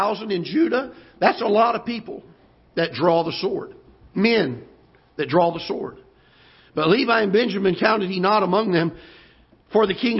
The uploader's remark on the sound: Ketha Heights Baptist Church ~ Live Broadcast